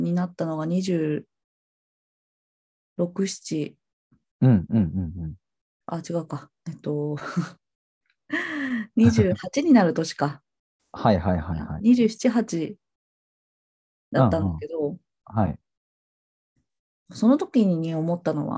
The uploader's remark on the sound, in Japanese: zoom対話の音声を初公開！